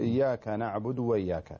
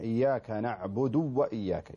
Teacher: يشبع الدال الدال بالضمة ثم ينطق الواو · Shown in: second take